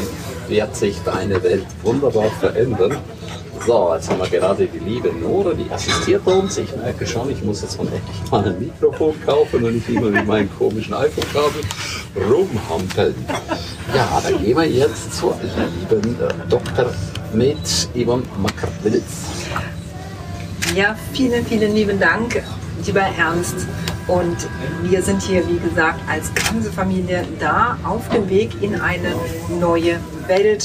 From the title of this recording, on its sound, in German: Live von der 2ten One Million Mastermind